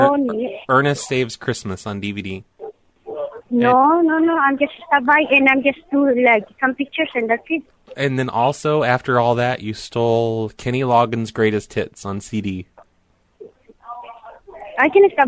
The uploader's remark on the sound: RBCP's Personal Prank Phone Calls Collection